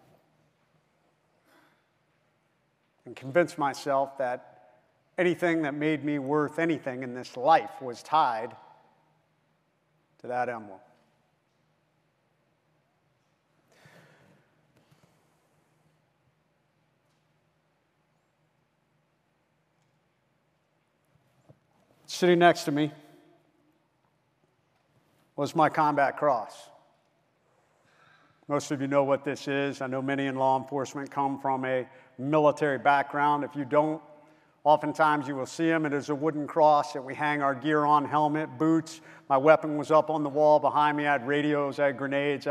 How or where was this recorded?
live audience